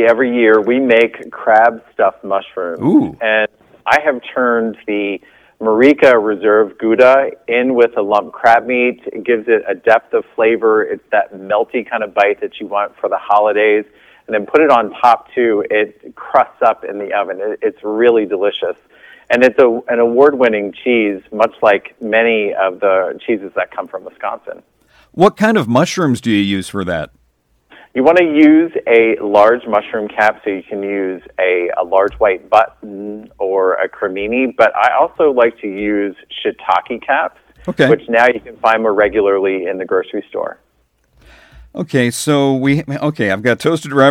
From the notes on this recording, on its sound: called